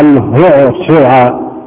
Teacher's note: الهاء والعين كلاهما من حروف الحلق وتكررتا فأحدثت هذا الثقل · Term: تنافر الحروف